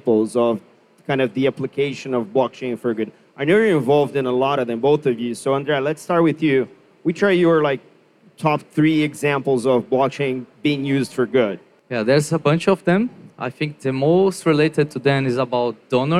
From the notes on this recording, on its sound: live onstage panel as part of Blockchain Rio, on our very own Blockchain Insider stage!